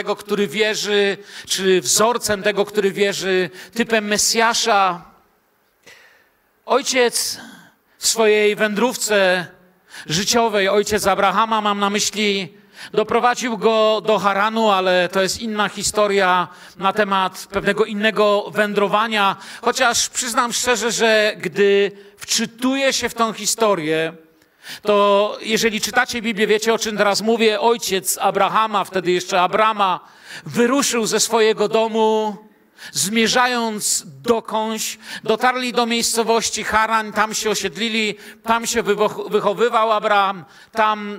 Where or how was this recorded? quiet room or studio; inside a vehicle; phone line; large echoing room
large echoing room